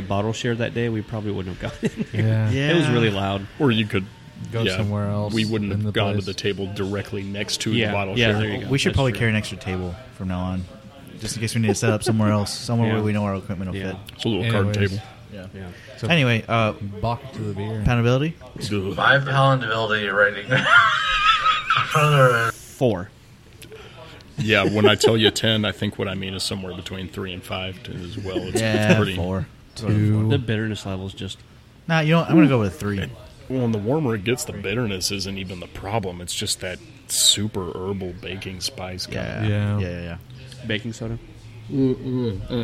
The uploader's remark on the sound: we are on location at a local establishment in Arlington that we all frequent often, Kool Keg